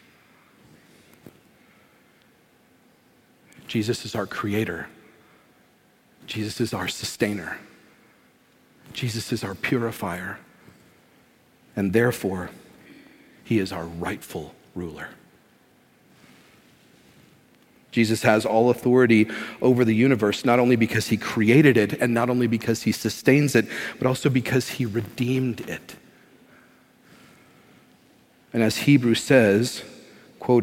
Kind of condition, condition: setting, large echoing room